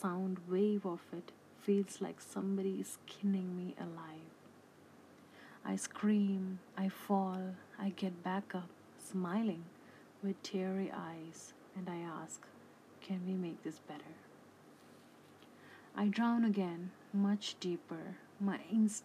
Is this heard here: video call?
no